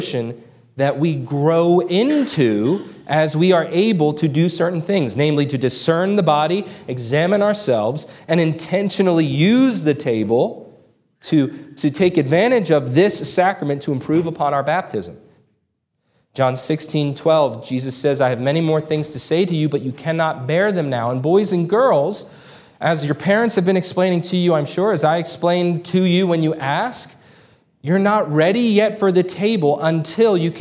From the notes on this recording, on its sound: This sermon was preached on June 4, 2023 at Antioch Presbyterian Church. Located in Woodruff, South Carolina.